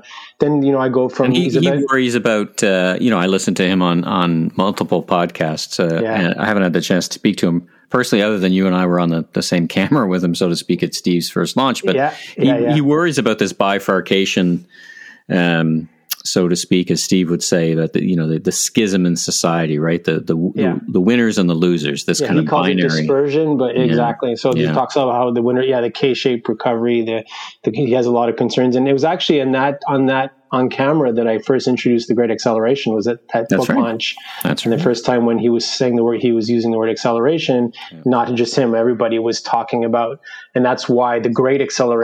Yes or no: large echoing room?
no